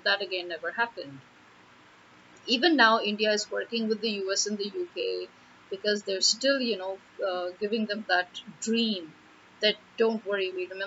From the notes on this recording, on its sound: It was too hot to turn off the fans and record on my mobile, needed the noise cancellation of my laptop mic, but the problem there is the voice gets a little distorted while the cancellation works...so apologies in advance.